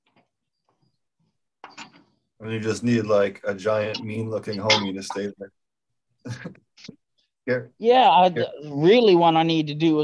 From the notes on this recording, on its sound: Zoom Meeting.